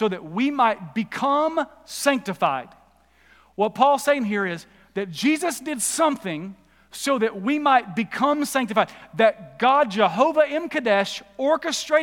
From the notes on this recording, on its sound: Recorded live at The Fellowship in Nashville on Sunday, July 25, 2021.